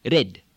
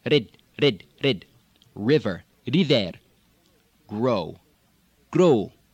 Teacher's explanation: the tongue just assaults the gum ridge like it were making a D. · Term: one tap on the R